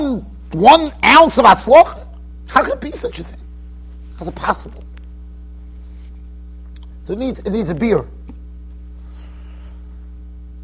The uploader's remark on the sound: Shiur recorded in Yeshivas Ohr Reuven, Monsey NY.